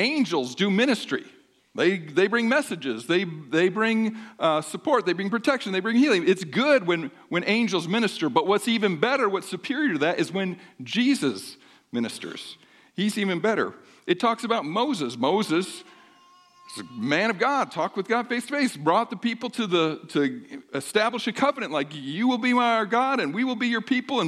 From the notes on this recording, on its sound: Sermon during the 10:30am service on 1-21-24.